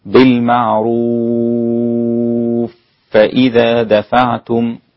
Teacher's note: أدغمنا الفاء في الفاء فشددت الفاء وقبلها حرف مدي فأصبح مد لازم كلمي · Term: الإدغام الكبير